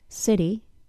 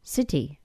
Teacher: One circumstance that causes the T sound to be pronounced as a quick D sound is when the T sound occurs between vowel sounds. · Shown in: first take